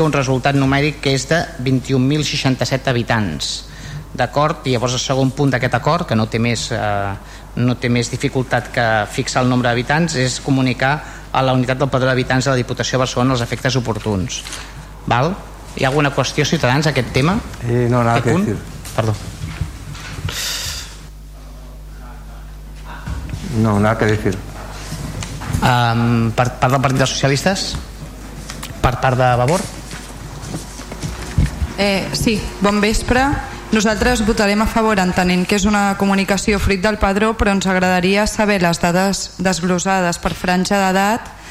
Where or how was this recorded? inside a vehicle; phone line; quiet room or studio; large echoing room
large echoing room